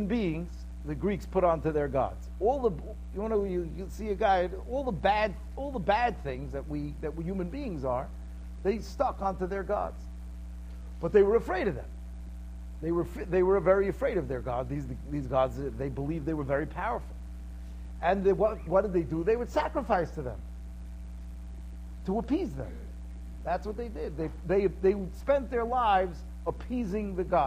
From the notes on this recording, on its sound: Shiur recorded in Yeshivas Ohr Reuven, Monsey, NY.